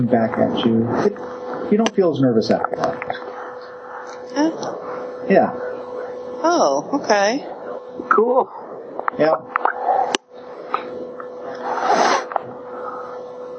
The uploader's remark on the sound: Gutter Skypes Crackly Speaker In the Wet Snow!